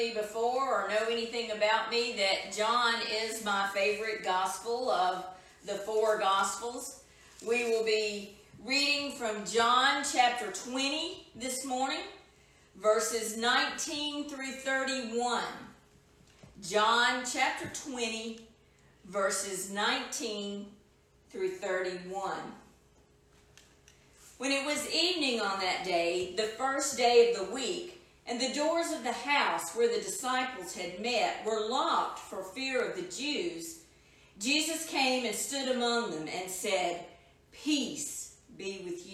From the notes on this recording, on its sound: Edited version of live worship service from April 19, 2020